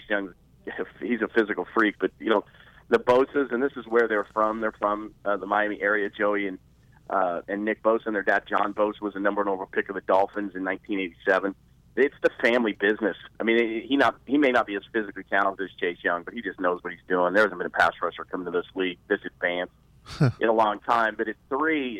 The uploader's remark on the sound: joined over the phone